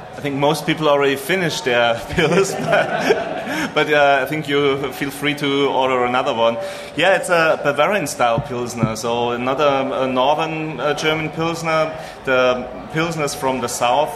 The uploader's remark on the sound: Melbourne's Beer Deluxe for a live tasting of their beers in front of a huge audience!